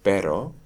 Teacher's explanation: If I say pero, the explosion is happening and there isn't really a puff of air, but there's no voicing during the exploding part, and it's immediately followed by voicing.